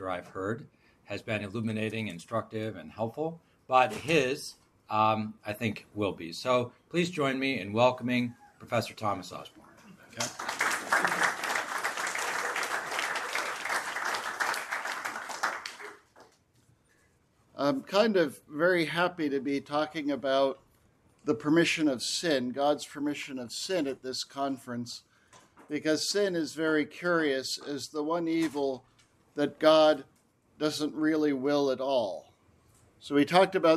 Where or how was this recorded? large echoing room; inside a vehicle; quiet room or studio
large echoing room